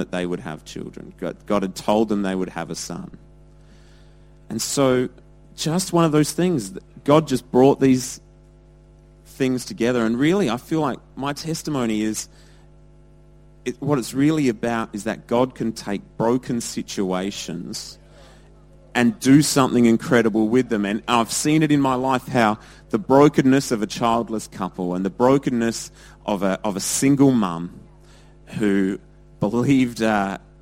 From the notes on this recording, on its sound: Recorded at Lifepoint Church, Adelaide, South Australia on Father's Day 2016.